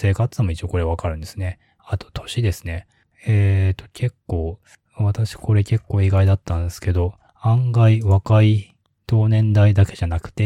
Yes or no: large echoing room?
no